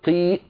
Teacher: إذا قلت قي الآن أنا تعمدت إقفال الوترين